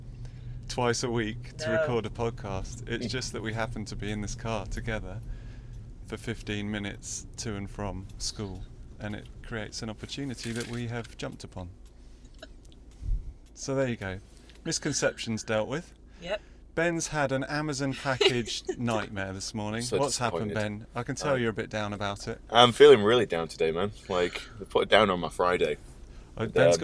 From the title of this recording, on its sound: In a Car